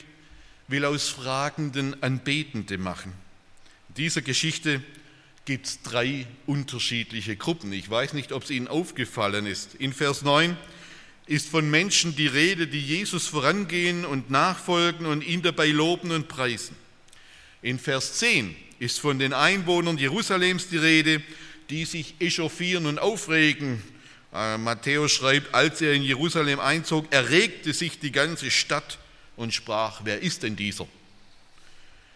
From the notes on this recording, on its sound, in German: aus dem Gottesdienst der Liebenzeller Mission